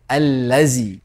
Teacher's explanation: Stick out the tip of the tongue and put it under your two front teeth when pronouncing ذَل in the word أَلَّذِي.